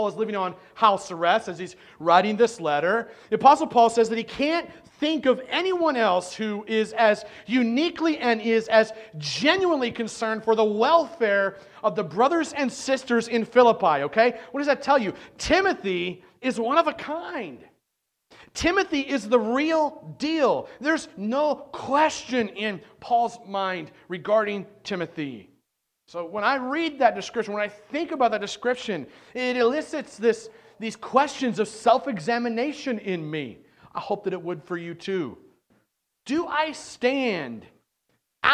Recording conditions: large echoing room